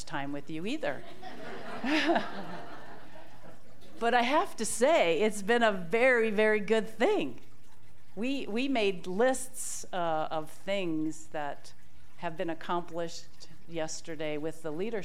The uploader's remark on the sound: This talk was recorded live at the Center for Spiritual Living Prescott on July 30, 2023.